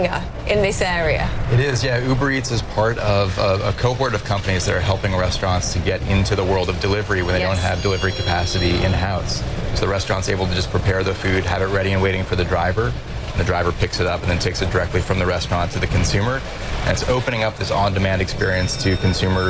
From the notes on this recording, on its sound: live from the New York Stock Exchange